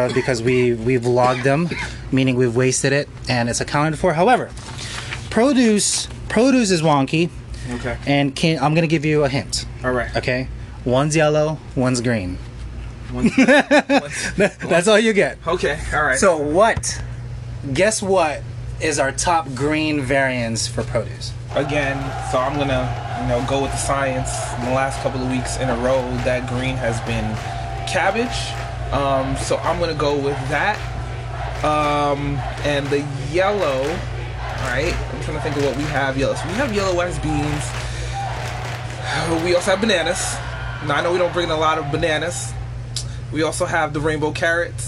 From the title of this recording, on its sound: Live In Restaurant